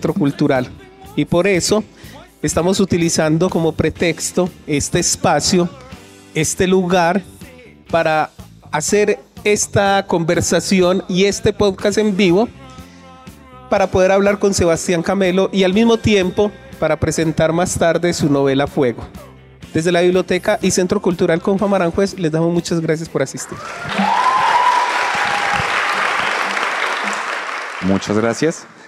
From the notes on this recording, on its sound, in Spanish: Por primera vez, grabamos SerialMente en vivo con público. Lo hicimos en Medellín, y fue posible gracias a Comfama, que nos llevó a su centro cultural de Aranjuez. También queremos agradecer a los colegas de Entorno Sintético, que fueron responsables de la grabación de este capítulo.